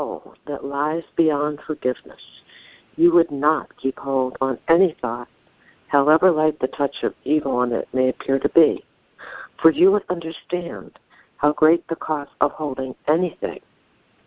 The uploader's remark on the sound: ACIM Daily TEXT Conference Call.